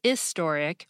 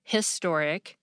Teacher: British people pronounce historic as historic without the H · Shown in: first take